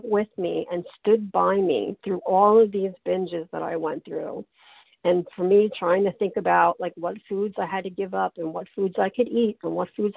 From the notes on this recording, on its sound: qualification from the 100 Pounders Phone Meeting